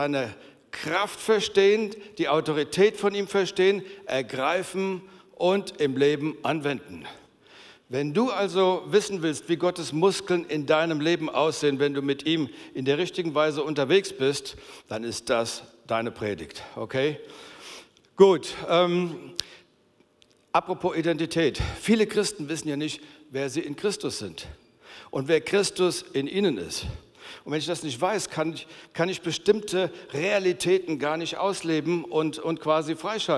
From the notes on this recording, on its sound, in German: Aus unserem Gottesdienst.